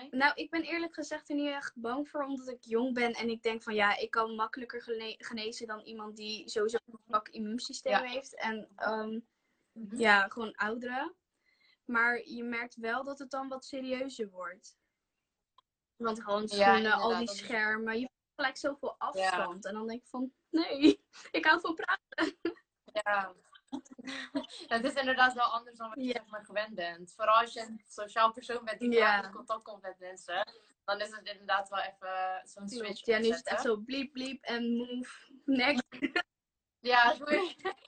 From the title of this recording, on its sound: Instagram Live